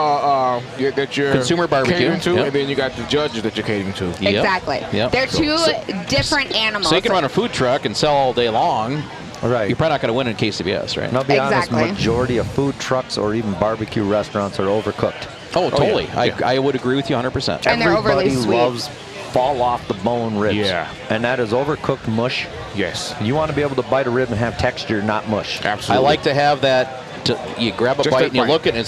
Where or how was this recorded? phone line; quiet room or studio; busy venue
busy venue